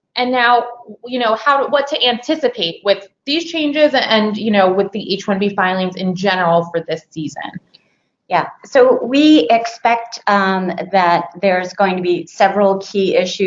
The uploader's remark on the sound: This bonus episode consists of an audio recording from a previous live broadcast of a webinar for Klasko clients.